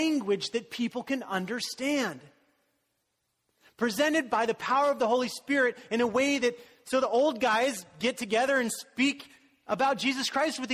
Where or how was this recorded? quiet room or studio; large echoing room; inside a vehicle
large echoing room